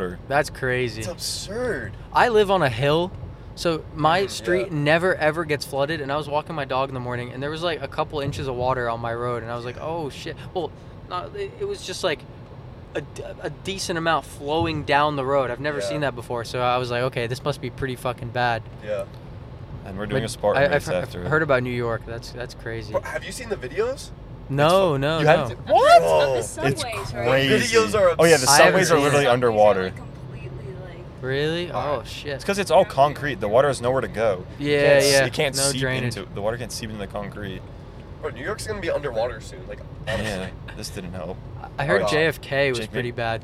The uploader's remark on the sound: PULLED OVER for podcasting in the car.